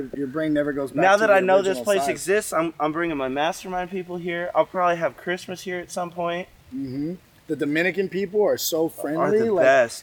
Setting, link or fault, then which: setting, outdoors